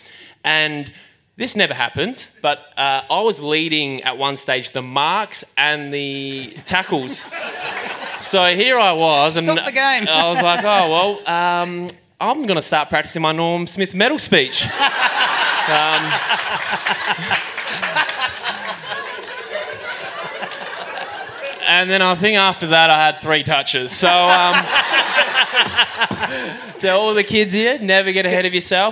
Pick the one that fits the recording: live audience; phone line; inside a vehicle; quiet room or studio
live audience